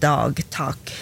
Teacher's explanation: Det der kalles for utlydsherding, og det er det som skjer når en lyd som egentlig er stemt, sånn som D, hvor det er lyd, blir til en ustemt lyd, sånn som T, hvor det ikke er noe lyd.